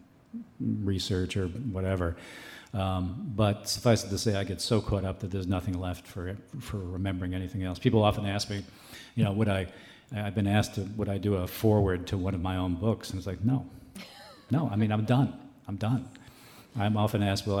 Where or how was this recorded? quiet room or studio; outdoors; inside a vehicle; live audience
live audience